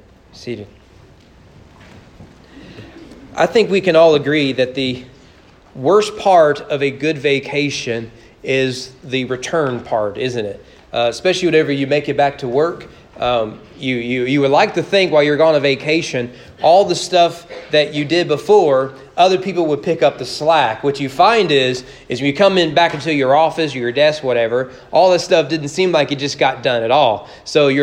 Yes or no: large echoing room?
yes